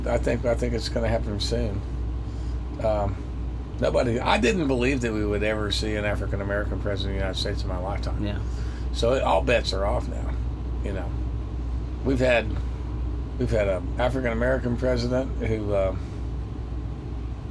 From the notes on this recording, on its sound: The conversation was recorded outside Romp Fest in Kentucky. Tour bus.